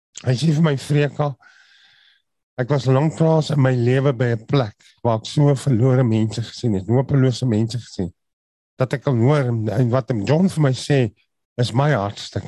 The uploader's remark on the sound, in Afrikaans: Manne van die Woord Zoom Byeenkoms